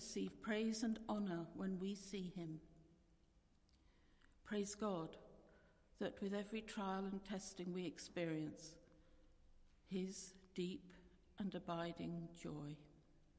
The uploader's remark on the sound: Christ Church, Bayston Hill (UK)